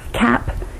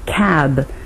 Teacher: in that first word, the vowel is actually shorter than in the second word. We lengthen the sound of that vowel to show that there's a voiced consonant at the end.